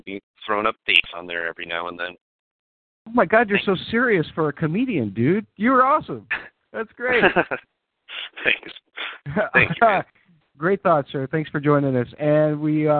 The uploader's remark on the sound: Fan Call In Show